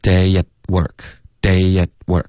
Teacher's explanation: 结尾的特要省略,at 的特要省略。